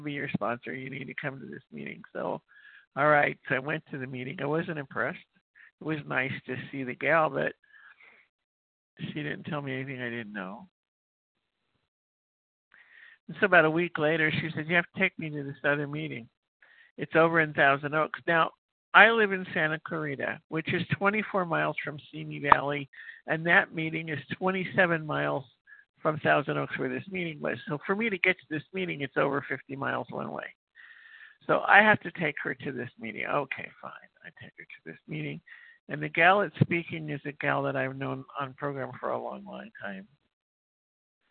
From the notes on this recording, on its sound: 100 Pounders Phone Meeting